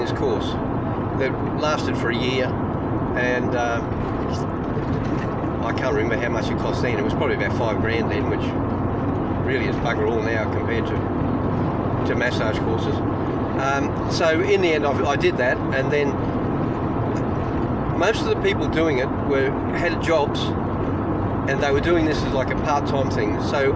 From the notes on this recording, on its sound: as they drive from Brisbane to Winton as part of the Dinoskeptic Roadtrip